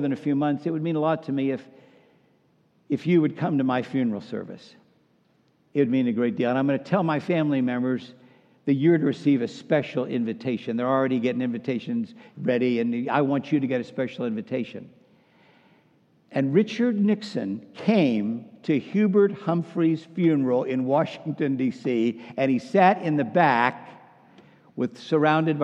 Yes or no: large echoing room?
yes